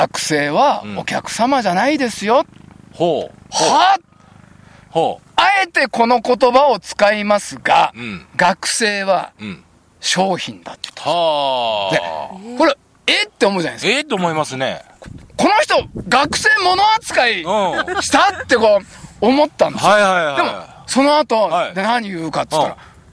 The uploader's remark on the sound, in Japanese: 長野県ビーナスラインの霧ヶ峰高原にて。バイクツーリングをして青空対談収録を開催いたしました。